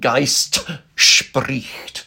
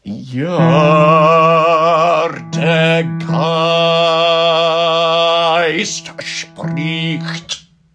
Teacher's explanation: Make sure that you do put that ST, so there is a slight gap between Geist, spricht.